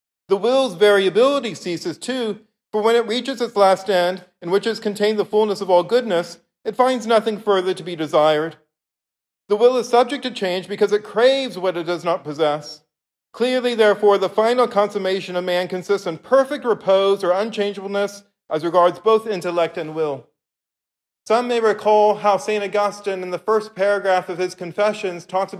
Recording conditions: large echoing room